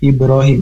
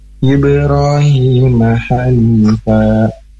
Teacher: ini ada huruf ba mati, termasuk dengan qalqalah. Jadi bacaannya harus dipantulkan.